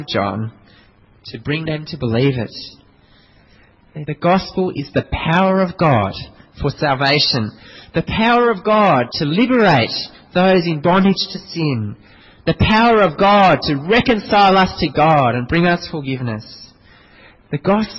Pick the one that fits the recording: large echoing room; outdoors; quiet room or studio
large echoing room